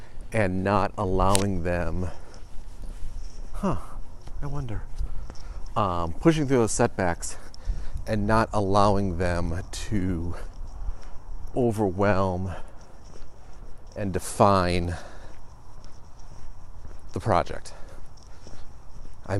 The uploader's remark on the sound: Today I take the walk outside, enjoy the good weather